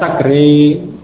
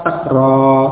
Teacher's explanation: Jadi tidak boleh dibaca sakre, harus tetap fathah sakra. · Shown in: second take